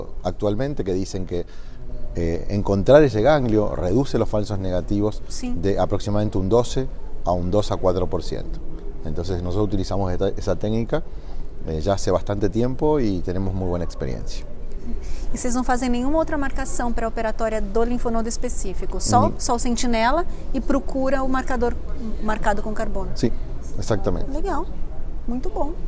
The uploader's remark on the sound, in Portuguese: gravado durante a 49ª Jornada Paulista de Radiologia, realizada em maio de 2019, em São Paulo